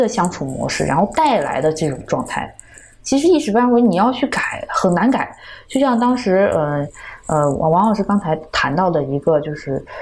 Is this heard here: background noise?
yes